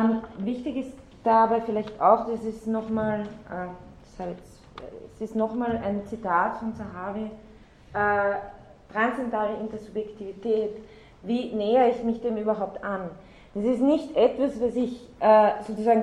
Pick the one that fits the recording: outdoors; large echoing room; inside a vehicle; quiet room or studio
large echoing room